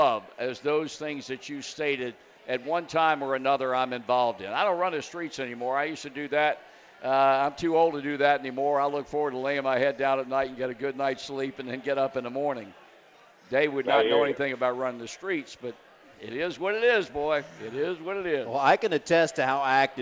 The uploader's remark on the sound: live from the Holy Grail at the Banks